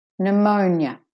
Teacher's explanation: N, de-stressed. Mo, stressed. Nya, de-stressed.